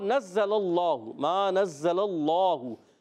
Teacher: تو زا کی ادائیگی کلیئر سیٹی کے ساتھ · Term: سیٹی والا حروف